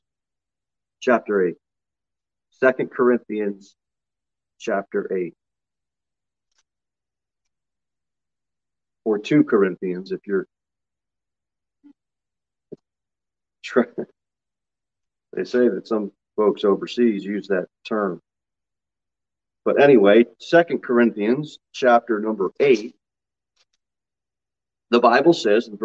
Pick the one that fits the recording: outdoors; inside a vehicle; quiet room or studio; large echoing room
large echoing room